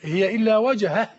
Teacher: الهاء منين؟ من أقصى الحلق. يأتي من أدنى الحلق للغاية.